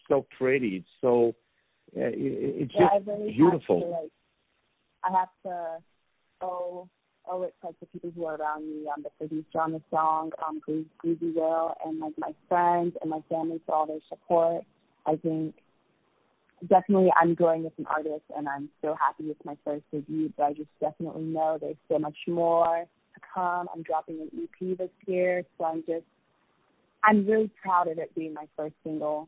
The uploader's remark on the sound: On the phone